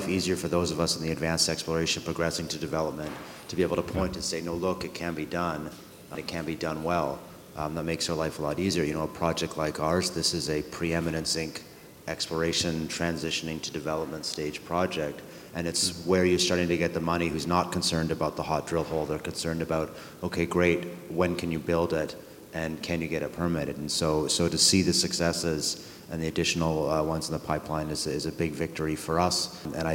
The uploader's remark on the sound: This episode features the Yukon Territorial Panel at The Northern Miner’s annual Canadian Mining Symposium held at Canada House in London, U.K., earlier this year.